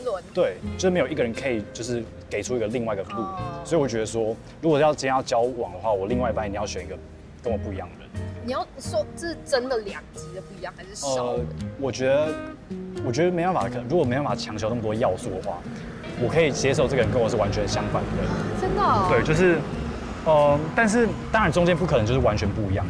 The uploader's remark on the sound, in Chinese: 這次節目錄製走進「街頭」。有些車聲、吵雜聲，先跟各位聽眾說聲抱歉！